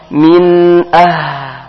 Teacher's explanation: di sini ada huruf ha, maka huruf hamas, keluarkan nafasnya